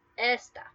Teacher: So this versus is. Esta, without an accent mark, you stress the first vowel, which is E. So it's esta, that first syllable.